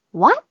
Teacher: 你先把嘴巴稍微往外撅一点点，然后发 w，不咬嘴唇的 w，嘴唇都碰不上的